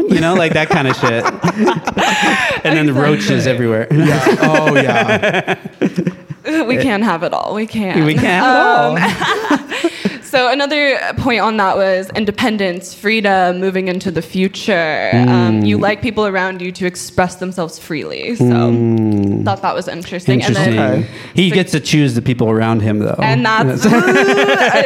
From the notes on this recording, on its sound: Live from Plantiitas on Fourth Street. With a live audience.